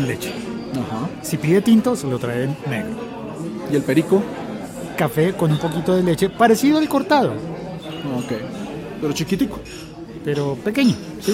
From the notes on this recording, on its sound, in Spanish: Episodio grabado en el tradicional Café Pasaje de Bogotá.